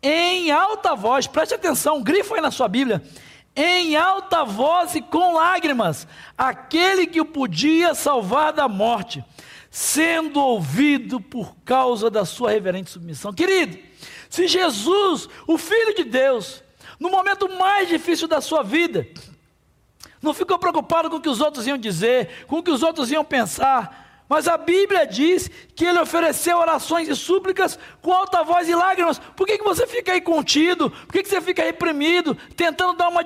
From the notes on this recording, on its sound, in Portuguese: durante a nossa Celebração ao vivo.